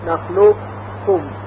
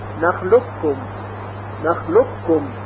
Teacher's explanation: قبل از تلفظ کاف مشدد صفت استعلاء حرف قاف در صوت اثر میکنه و صوت درشتر شنیده میشه · Shown in: first take · Term: ادغام ناقص